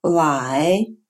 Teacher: Китайский «л» отличается от русского «л» опусканием спинки языка.